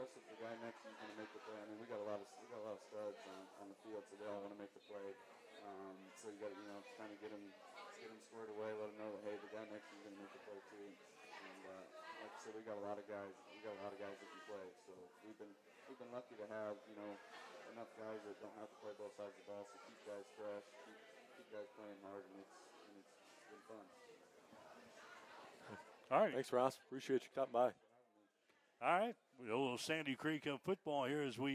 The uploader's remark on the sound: Unfortunately, we had some technical difficulties that corrupted the file on which the first 20 minutes of our show were stored. We apologize for the low volume on the audio — you may want to turn your volume up. A huge thank you to Down South Bar & Grill in Deweese for being great hosts to us.